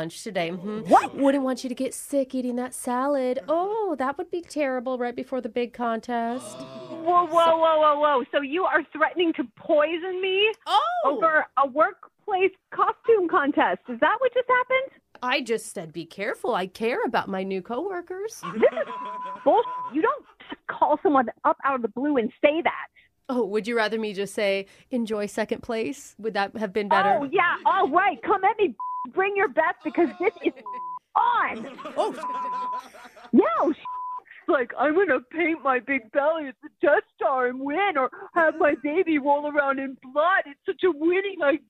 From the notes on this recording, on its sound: Phone Tap